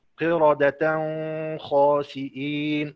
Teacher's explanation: طبعا إحنا مش هنقف على هذه الكلمة لكن حنصلها بالكلمة الثانية اللي هي خاسئين، فهيتولد عندنا هنا إخفاء، وهذا الإخفاء لجميع القراء بغير غنة إلا الإمام أبو جعفر، فإنه يخفي التنوين في الخاء بغنة · Term: الإخفاء بغنة